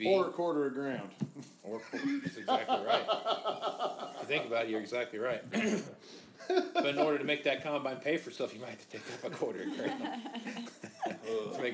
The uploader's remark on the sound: Moving Iron Podcast #97 - Live Show